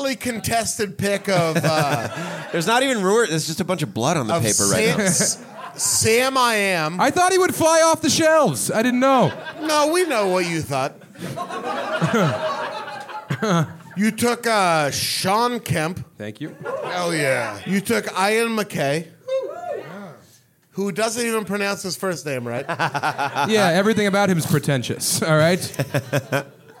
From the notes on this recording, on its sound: LIVE IN MINNESOTA. This episode was recorded live at The 10,000 Laughs Comedy Festival in Minneapolis, Minnesota.